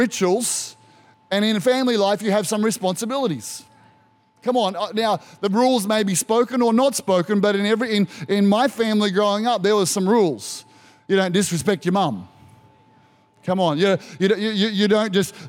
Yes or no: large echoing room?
yes